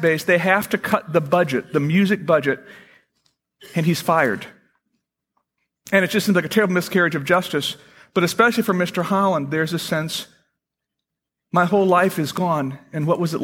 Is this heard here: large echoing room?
yes